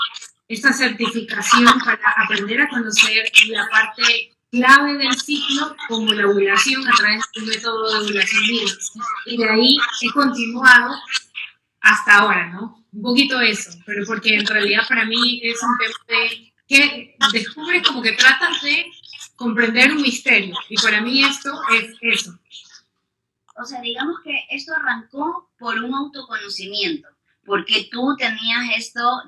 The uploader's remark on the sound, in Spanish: En vivo. Disculpen la calidad del audio.